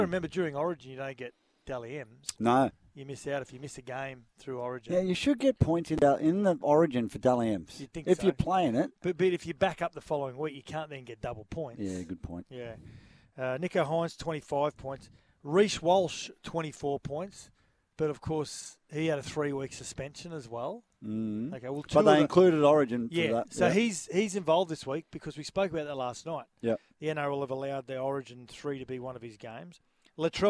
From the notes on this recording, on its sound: live at Treasure Island Caravan Park